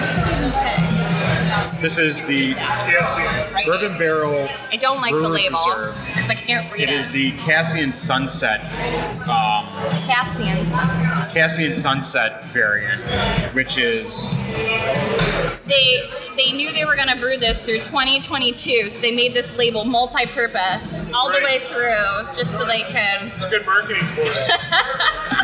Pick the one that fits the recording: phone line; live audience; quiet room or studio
live audience